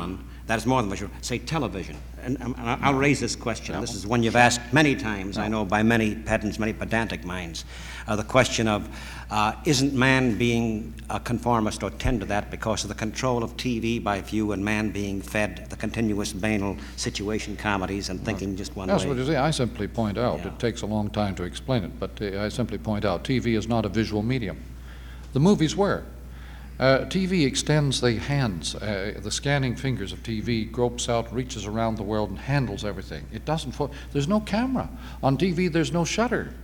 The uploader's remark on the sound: Recorded in front of a live audience at Kendall College. Takes several questions from the audience throughout the program.